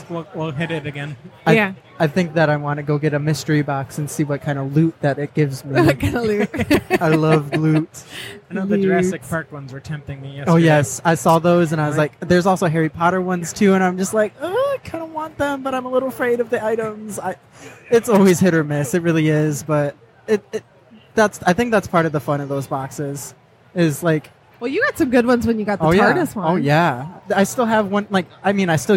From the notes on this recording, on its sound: Live from Motor City Comic Con